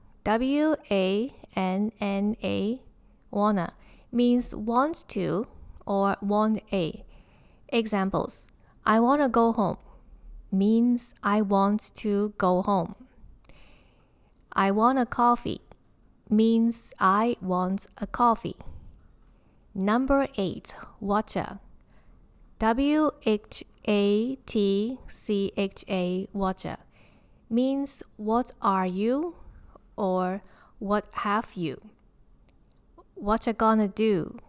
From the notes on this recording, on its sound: I am not sure if you can hear the howling sound of the wind. It is really windy today. I live on the top floor and I feel that the wind is going to blow the roof off this building.